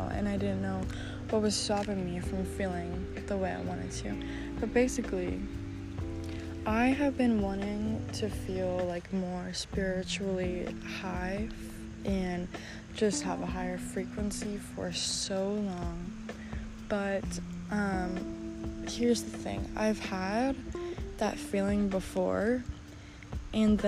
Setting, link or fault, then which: fault, background noise